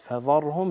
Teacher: ترقق حرف الذال حتى لا يكون مثل الضاد